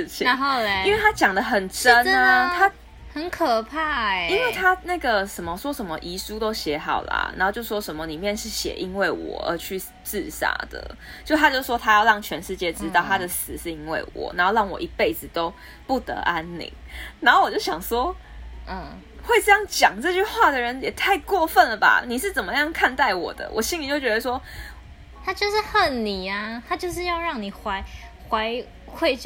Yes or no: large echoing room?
no